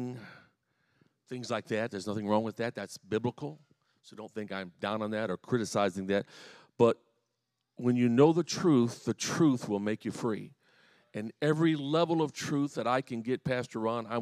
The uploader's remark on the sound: The following is a message I preached at the home church in Harvey, Illinois.